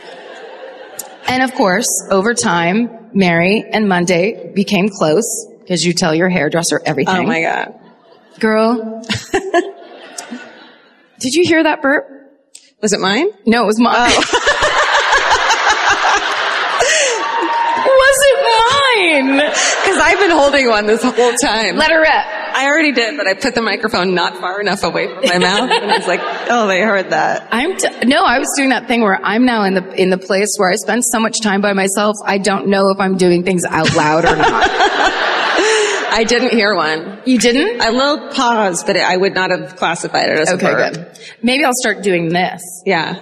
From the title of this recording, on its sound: Live at the Orpheum Theater in Omaha